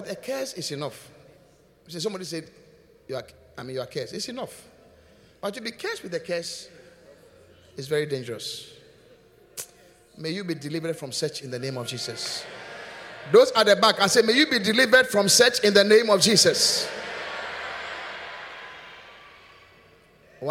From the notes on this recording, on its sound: Preached at the Qodesh